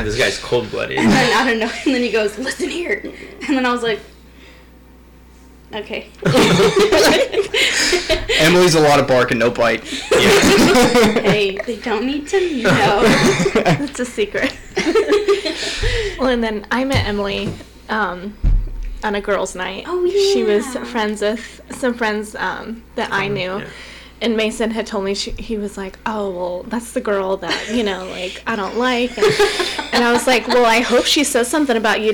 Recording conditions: distortion